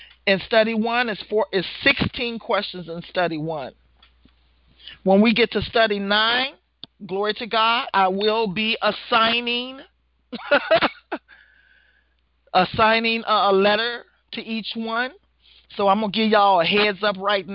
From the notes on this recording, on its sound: Women of Grace 1-20-2016 conference call class.